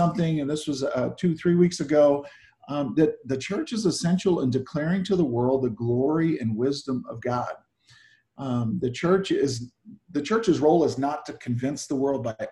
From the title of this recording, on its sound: Zoom Sunday 7-5-20 (Audio)